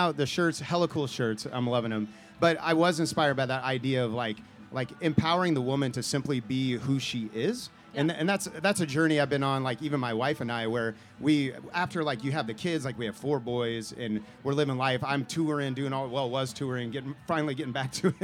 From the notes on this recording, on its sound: This is a live event from the past summer that took place during the Boulevardia festival.